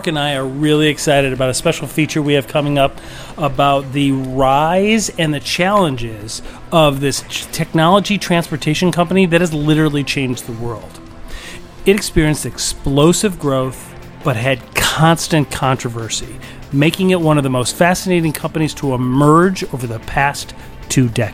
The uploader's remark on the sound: Episode shot LIVE at RUTHS CHRIS Steakhouse in Northern Indianapolis, largest one in the United States.